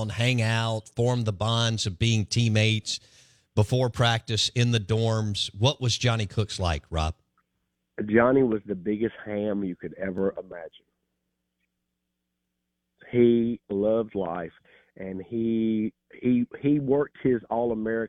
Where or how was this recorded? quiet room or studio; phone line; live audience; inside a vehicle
phone line